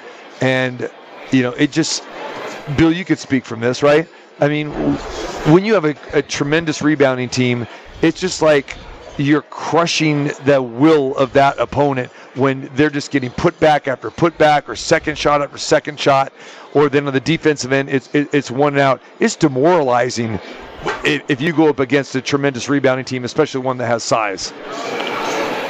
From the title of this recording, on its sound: Live From the Westgate Las. Vegas Super Book